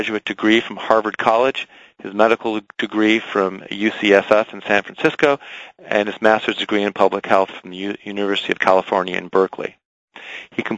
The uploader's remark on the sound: Author in the Room® Teleconference